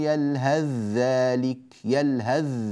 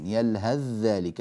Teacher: أتينا بذال خالصة، يلهث ذلك، فالثاء ذهبت وصار النطق بذال واحدة مشددة